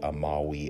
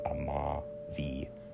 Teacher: because V's are pronounced as W's · Shown in: first take